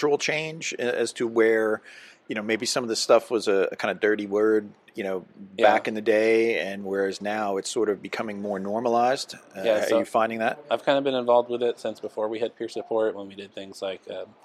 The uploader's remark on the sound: at the 2023 NEP "We Need to Talk" mental and behavioral health conference in Las Vegas